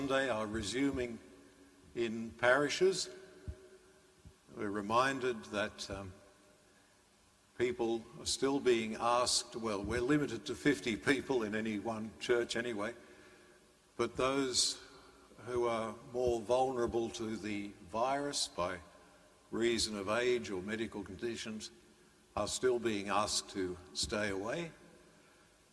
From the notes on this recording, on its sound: As preached in (an all but empty) Sacred Heart Cathedral, Hamilton during the live-streamed 9.30 am Mass.